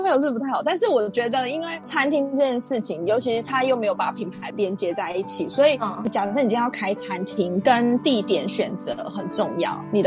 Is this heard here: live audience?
no